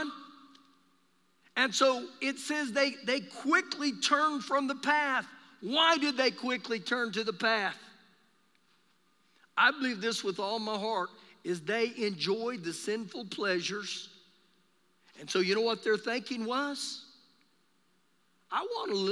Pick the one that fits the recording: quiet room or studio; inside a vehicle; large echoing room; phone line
large echoing room